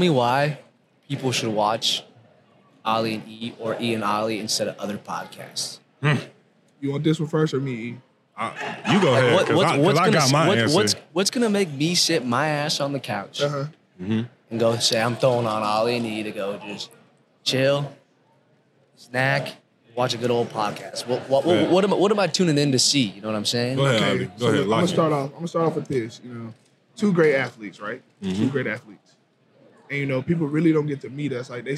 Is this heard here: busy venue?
yes